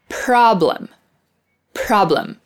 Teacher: when we produce the P sound, we make that puff of air